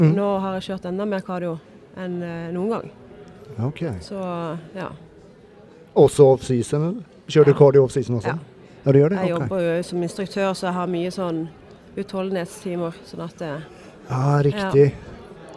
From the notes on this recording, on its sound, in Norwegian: Live Studio - Inveiing. Live studio med intervjuer av atleter, og andre interessante personer under innveiingen!